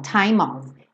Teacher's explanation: O E do time não é pronunciado. O M já junta no O, time of. E of sempre vai ter som de OV, of, tá?